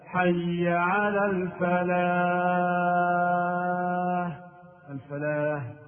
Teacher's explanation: بعض المؤذنين يقلب الحاء هاء في حي على الفلاح فينطقها هكذا: حي على الفلاح، الفلاح، وهذا تحريف يغير المعنى ويفسده، لأن حي على الفلاح معناها ترم إلى الصلاة لكي تفلح في الدنيا والآخرة، الصلاة طريق الفلاح والفوز والنجاة.